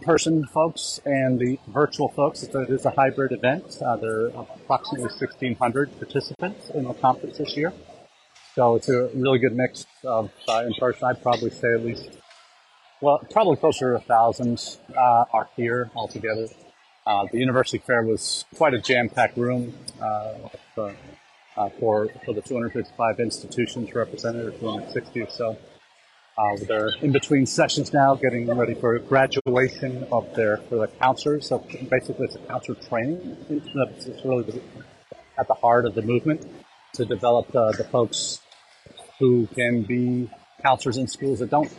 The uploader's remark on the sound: Our #intled #livechat comes to you from the #IC3 conference in Hyderabad, India.